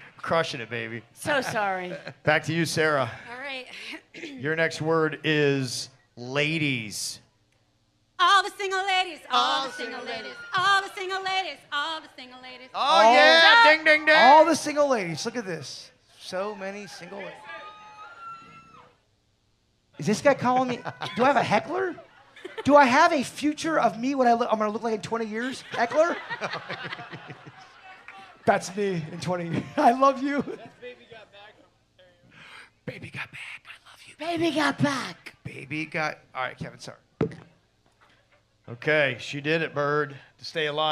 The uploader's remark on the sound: Here is the Audio From KVJ's Live Podcast at The PB Kennel Club.